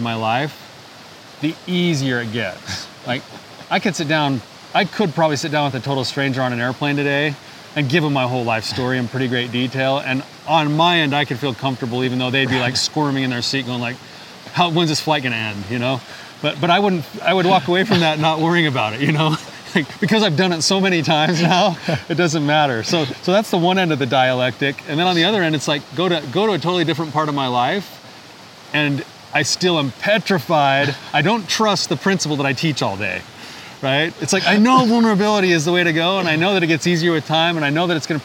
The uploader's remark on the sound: enjoy a beautiful day outside while discussing the topic of vulnerability